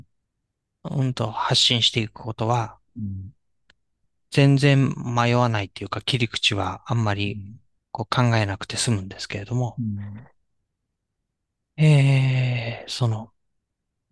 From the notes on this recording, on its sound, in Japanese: ZOOM個別相談（スポットコンサル）の音声をシェアします。ポッドキャスト用に収録したものではないので、一部聞き取りづらいところがあります。